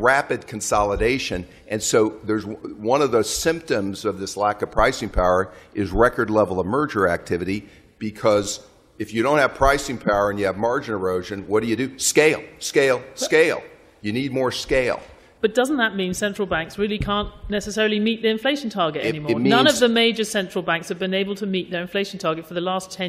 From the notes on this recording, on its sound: a special episode from the annual meetings of the Fund and World Bank in Washington